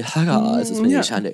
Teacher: picture a good amount of vocal fry